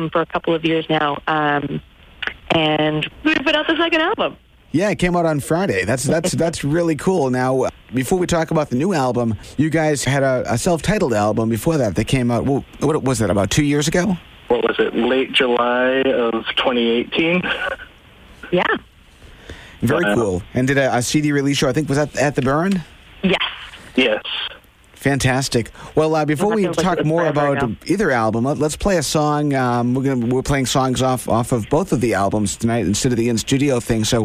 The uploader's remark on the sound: Social distancing via phone.